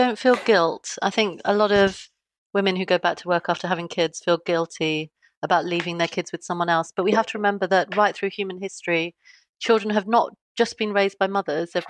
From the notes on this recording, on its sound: via Zoom